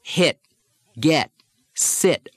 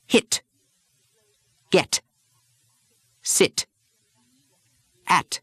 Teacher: The English do a complete explosion on those sounds. · Shown in: second take